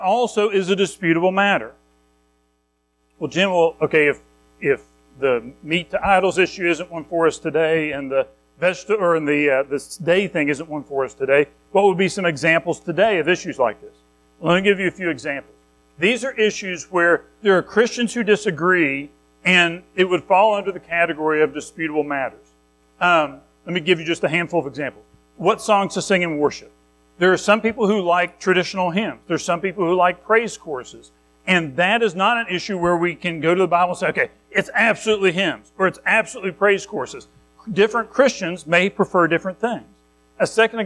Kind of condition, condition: setting, large echoing room